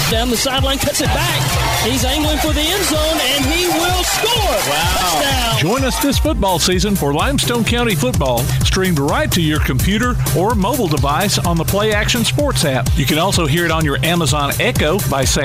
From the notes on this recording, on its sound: Live from the Limestone County middle school jamboree